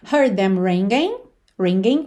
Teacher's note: o último G não é pronunciado, porque geralmente a gente não pronuncia esse G da terminação ing